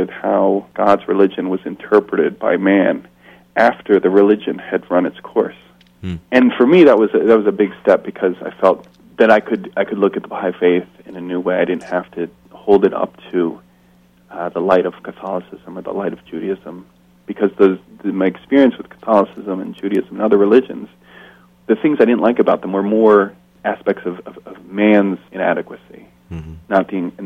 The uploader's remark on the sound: telephone interview segment